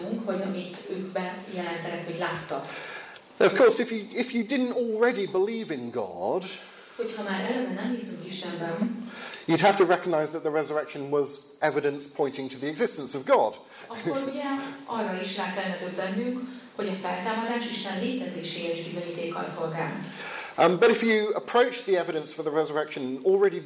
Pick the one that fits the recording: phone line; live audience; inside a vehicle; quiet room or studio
live audience